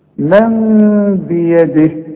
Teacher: اقلب لنا النون الى ميم واخفيها وغنها، والغنة بمقدار حركتين لا تزيد ولا تنقص · Term: إقلاب